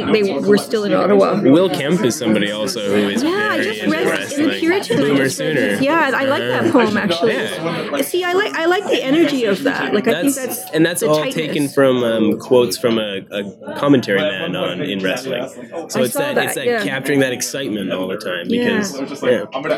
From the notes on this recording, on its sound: At the ClockTower Pub before his featured reading at the In/Words Reading Series. With pub & In/Words noise in the background.